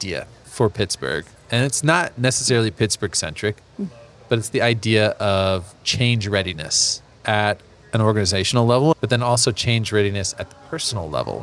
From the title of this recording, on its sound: LIVE from Pittsburgh MiniCon